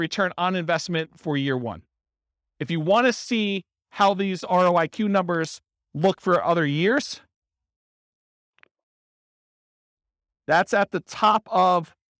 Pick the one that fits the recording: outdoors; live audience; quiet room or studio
live audience